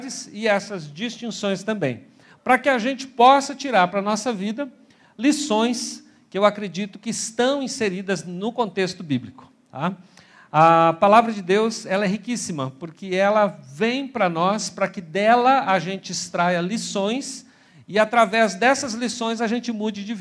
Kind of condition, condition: setting, large echoing room